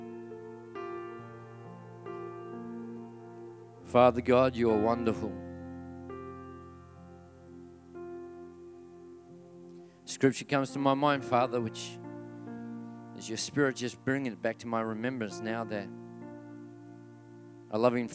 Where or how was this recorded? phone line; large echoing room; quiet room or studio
large echoing room